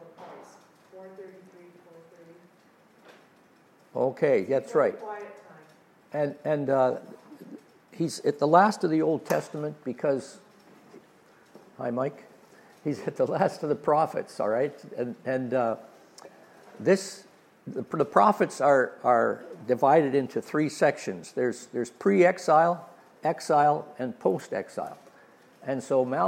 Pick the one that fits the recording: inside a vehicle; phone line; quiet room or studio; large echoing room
large echoing room